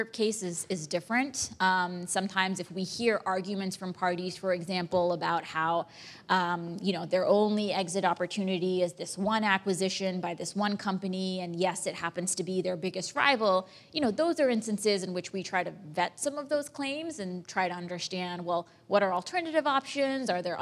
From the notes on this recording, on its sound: In front of a live audience at P&T Knitwear.